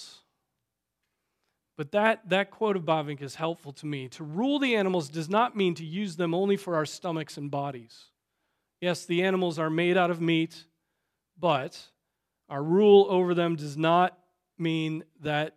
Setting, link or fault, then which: setting, large echoing room